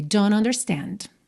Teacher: ignorou o T de don't e juntou direto no N